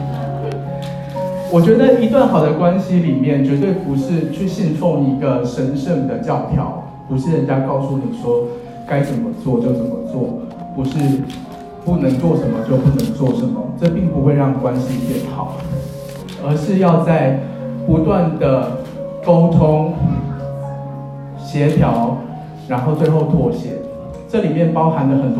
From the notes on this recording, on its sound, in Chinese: 第一次在教堂證婚。Ft.我愛的兩位新人和現場來賓。注意音量，以及因非專業錄音設備，還請見諒。